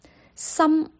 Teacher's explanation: 那闭上嘴巴的时候，自然你就会听到有这个鼻音从鼻腔里面嗯了出来